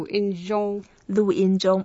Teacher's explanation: So you go down first and then keep flat for two.